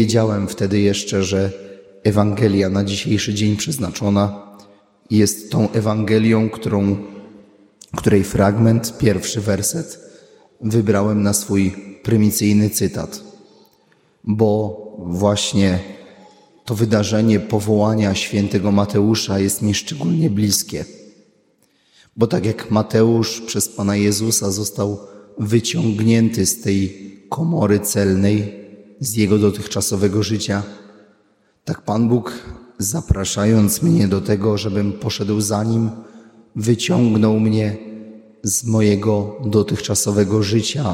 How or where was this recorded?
large echoing room